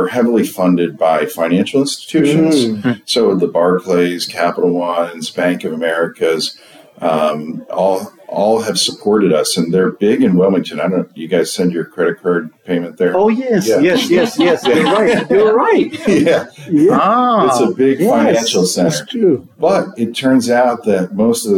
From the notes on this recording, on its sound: Live at the PowerShell + DevOps Global Summit in Bellevue, WA.